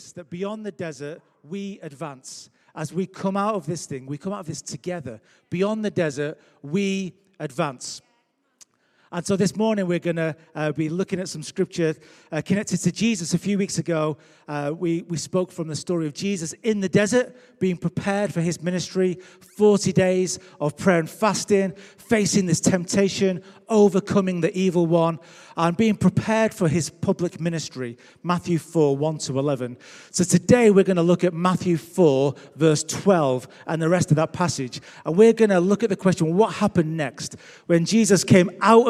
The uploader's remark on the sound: Recorded Live at Life Church Lancashire on 3rd October 2021.